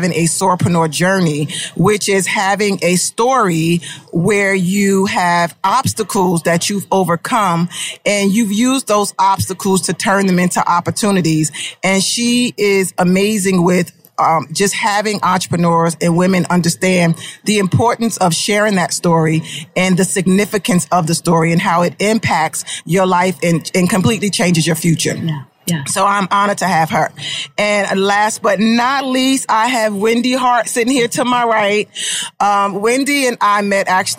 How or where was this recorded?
busy venue